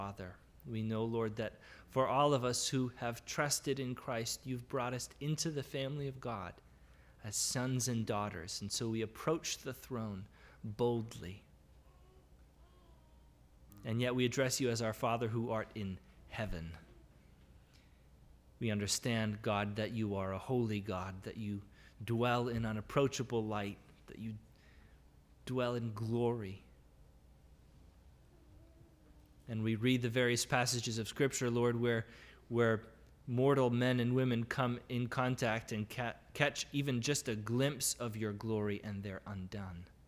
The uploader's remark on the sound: This is the audio from the entire service